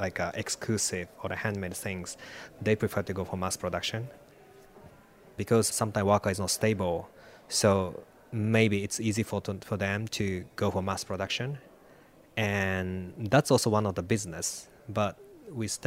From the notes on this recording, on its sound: broadcast live from Salone del Mobile in Milan